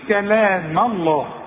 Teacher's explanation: رقق الميم وفقم لي لفظ الجلال لانه مفتوح